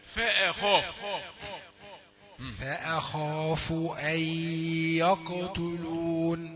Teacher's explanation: المفخم الخاء بس، ما يمتدش تفخيمها لما بعدها ولا قبلها